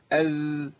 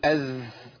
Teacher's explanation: الظاء والذال في المخرج ده ما فيهمش نفس، فيهم صوت بيجري لكن نفس لا · Shown in: first take · بقول اذ او لكن نفس كده اقول اذ ما تنفع، اذ ما تنفع.